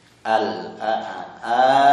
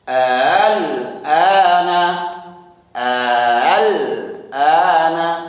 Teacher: Tashil menggabungkan dua hamzah. Jadi tidak perlu dipanjangkan. · Shown in: second take